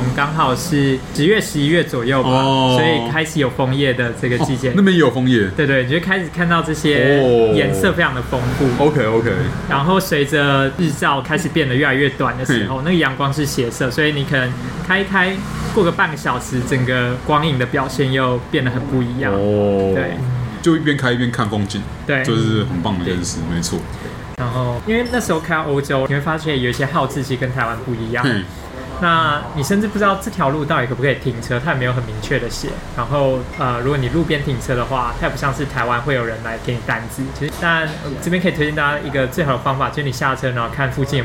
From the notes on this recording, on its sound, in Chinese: 本集白噪音指數：蚊風級 1/5。錄音地點： BUZZ Cafe & Beer。